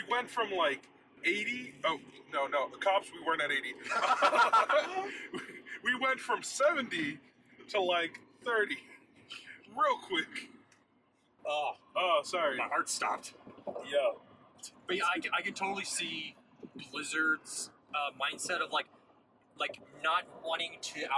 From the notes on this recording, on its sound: Recording a super short baby episode during their road trip home. Just two strange people in a car talking about video games on the literal road. Sorry for recording in a car.